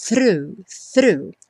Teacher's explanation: é só botar a ponta da língua lá no dente e trazer já puxando o R.